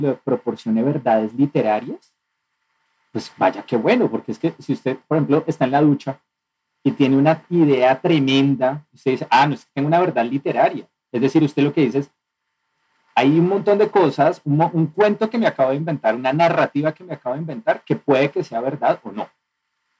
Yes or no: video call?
yes